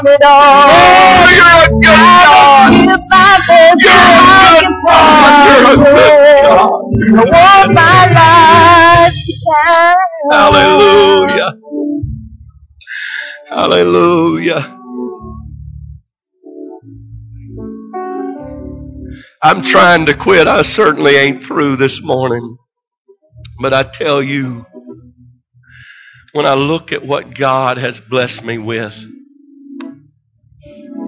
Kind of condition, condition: setting, large echoing room